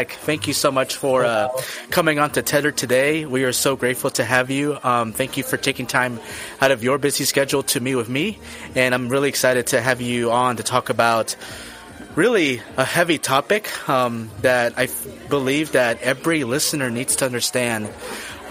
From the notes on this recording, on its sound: Recorded this episode from a coffee shop, so you will hear background noise on his end. Special thanks to Frost Coffee and Tea in Lee's Summit, MO for allowing the use of their space to record the episode.